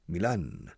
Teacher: Stressing the second syllable, Milan.